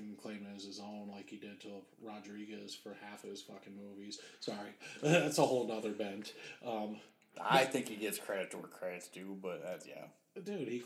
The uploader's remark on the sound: Some slight issues and this was the first time recording with a new Mic